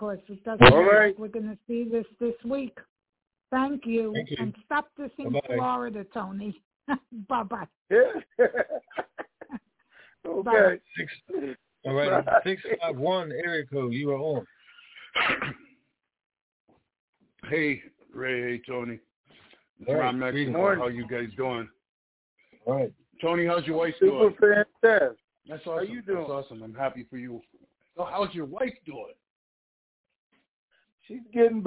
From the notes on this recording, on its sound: TNTSuperfantastic Conference Call.